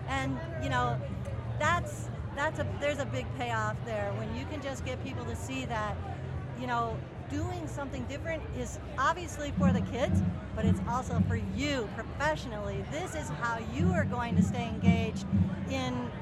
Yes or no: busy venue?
yes